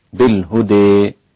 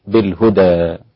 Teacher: بالهدى هناك إمالة، وإمالة الألف ناحية الياء · Shown in: first take